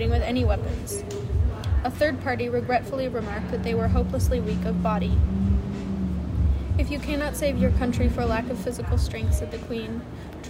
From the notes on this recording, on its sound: Audiobook created by reading Sultana's Dream to each other at a coffeeshop. The background noise is INTENTIONAL.